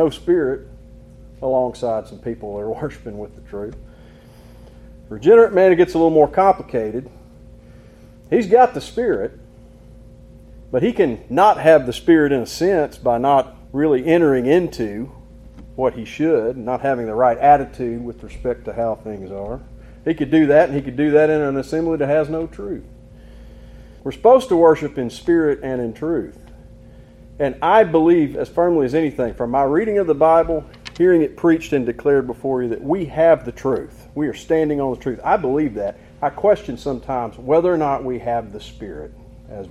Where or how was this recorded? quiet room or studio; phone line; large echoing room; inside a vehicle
large echoing room